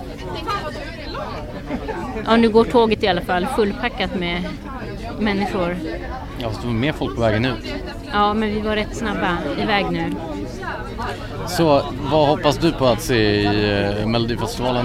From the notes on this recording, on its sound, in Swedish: på Friends arena och ser finalen av Melodifestivalen.